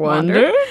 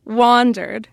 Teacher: And the first syllable is a higher pitch than the second syllable, usually. · Shown in: second take